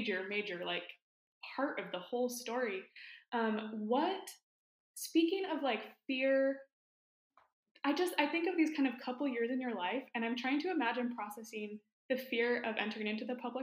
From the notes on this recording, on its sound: I was so excited I forgot how to correctly attach my mic--I don't actually live in a tin can.